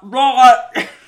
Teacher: Aussies replace the hard T with a short, almost guttural noise